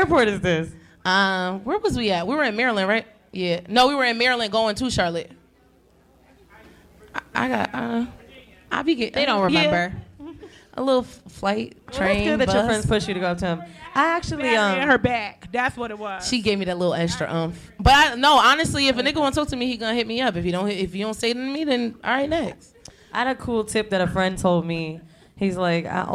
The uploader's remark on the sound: we had to celebrate big with a live show!